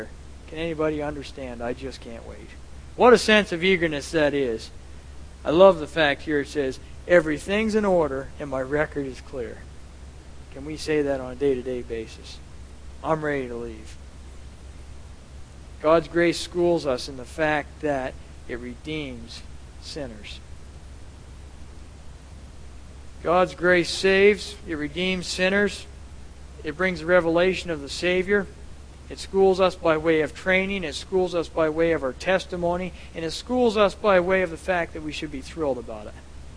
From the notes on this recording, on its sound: at The People’s Church of Somerville, NB